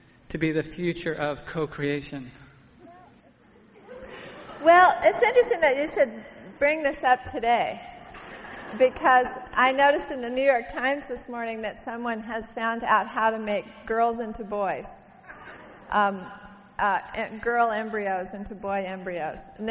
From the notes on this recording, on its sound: from a Portland Arts & Lectures event in 1991